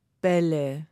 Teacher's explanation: die Stimmlippen vibrieren während des ganzen Wortes. Das heißt, dieses Merkmal, das ist deutlich langsamer als einzelne Laute. · Term: Vibration der Stimmlippen